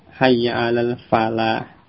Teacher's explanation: Bagaimana pada lafaz salat itu ya hayya alal falah, itu lamnya tidak tasydid.